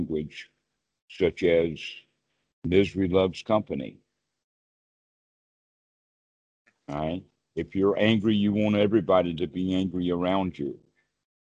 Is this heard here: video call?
yes